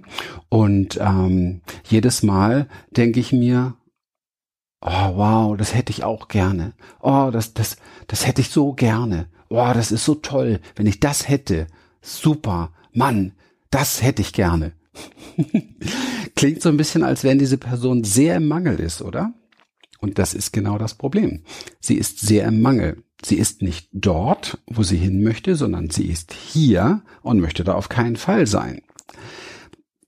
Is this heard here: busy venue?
no